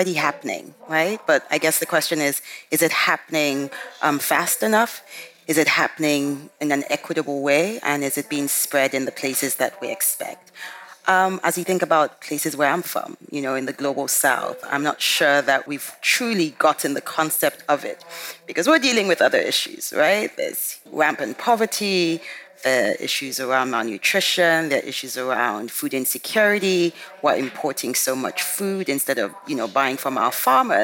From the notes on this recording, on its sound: This Nordic Talks episode is the last of five special podcast episodes, recorded at COP28 in Dubai.